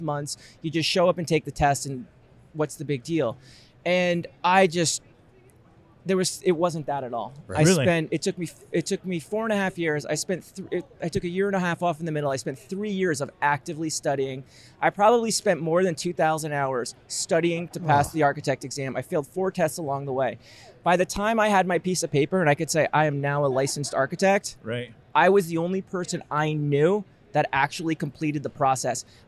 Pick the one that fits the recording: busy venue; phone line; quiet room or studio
busy venue